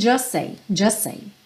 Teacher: E no just com say, o que sempre tem acontecido aqui com just, que a gente acaba não ouvindo a letra T final, e aí o S já junta com a próxima palavra